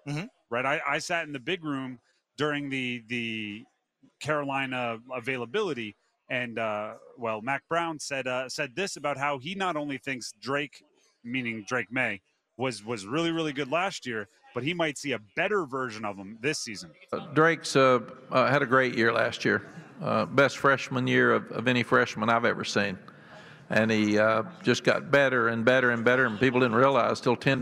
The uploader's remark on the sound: Live in Charlotte for the final day of the 2023 ACC Football Kickoff.